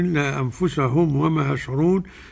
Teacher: أنفسهم نون ساكنة أتى بعدها فاء إخفاء حقيقي